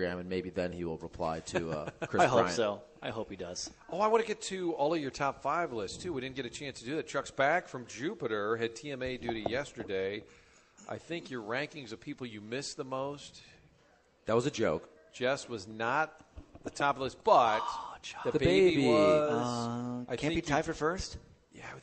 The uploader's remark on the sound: broadcasting live from 1860 in Soulard